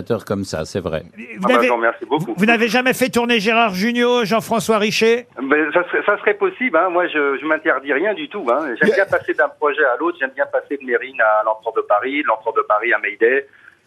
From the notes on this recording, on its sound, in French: les Grosses Têtes ont eu au téléphone